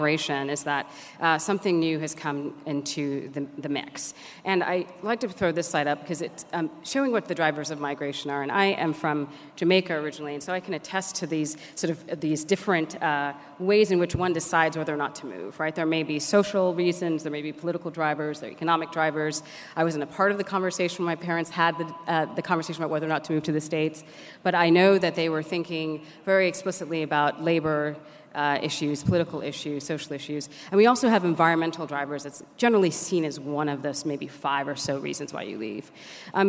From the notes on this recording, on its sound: Keynote Conversation 3: 'EJ and Climate Governance' from the 'Environmental Justice 2017' Conference, held at the University of Sydney (6-8 November).